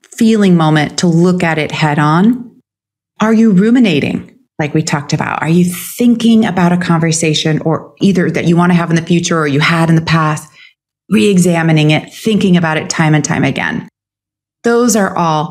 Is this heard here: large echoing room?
no